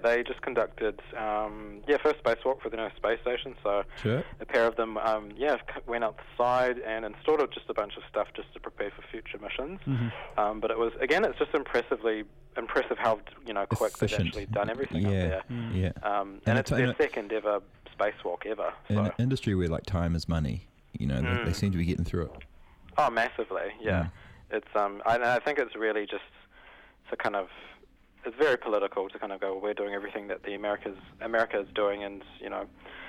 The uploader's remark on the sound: phones in to chat